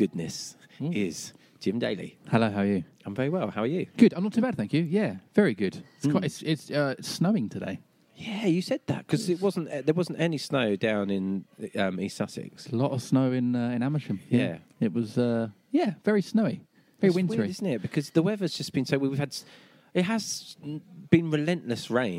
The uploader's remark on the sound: At Nordic Bar in central London.